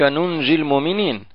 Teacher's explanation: أما الجيم العربية فهي من وسط اللسان ومن صفاتها الشدة